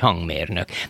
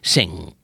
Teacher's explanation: úgy van benne egy a hátul képzett N-szerűség, hogy nincs utána G. Na most vannak nyelvek, mint az angol például, ahol a szó végén ugyan írni, írják a G-t, de nem mondják, tehát énekelni sing, és nem pedig sing, ahogy ugye a magyarból gondolnánk.